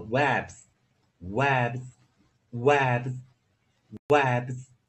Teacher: 因为 B 是浊辅音，所以 S 遇到浊辅音是 S 要浊化